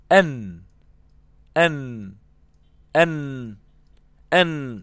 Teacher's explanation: حرف النون طرف لسانك مع اللثة، اللحم النابت حول الأسنان